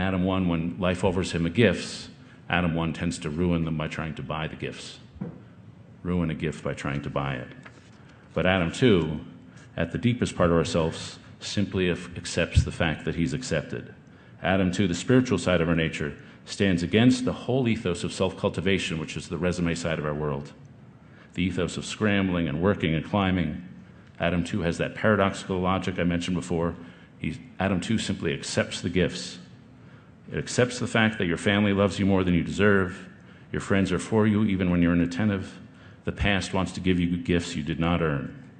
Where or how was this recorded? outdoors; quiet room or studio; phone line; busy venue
busy venue